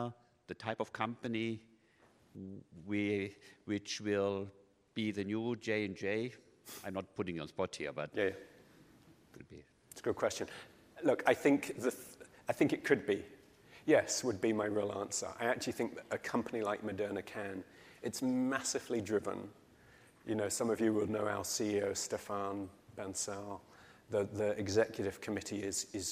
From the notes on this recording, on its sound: In this session recorded at CMO Summit 2022